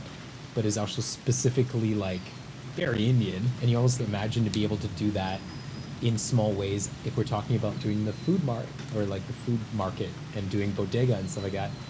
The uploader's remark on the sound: It also starts raining halfway through so you can't miss the sounds of nature behind us